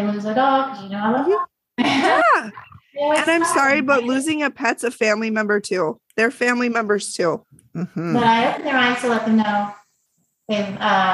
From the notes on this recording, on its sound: The sound was a little challenging. Zoom is fucked up in that when someone speaks it mutes everyone else, and we were on a slight delay so we didn’t even know when we were talking over each other.